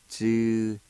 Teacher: right before the Y, there's a faint H sound